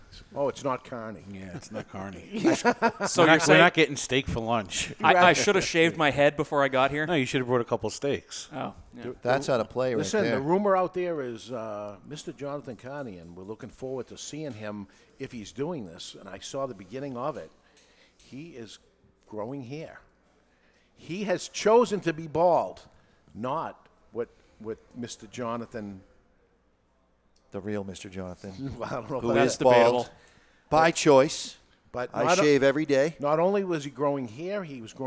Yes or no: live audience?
yes